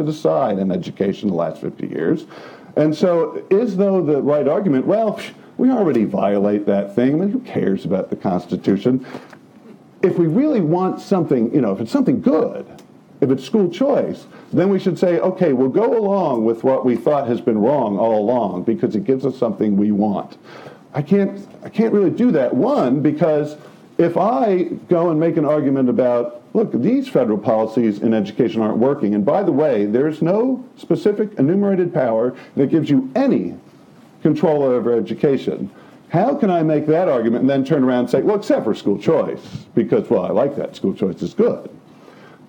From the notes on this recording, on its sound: The audio here comes from that event.